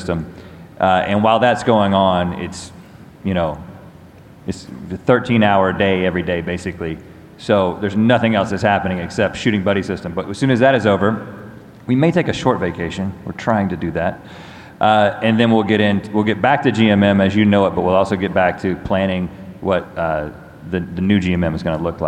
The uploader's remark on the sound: Live from VidCon. Fan Q&A From VidCon.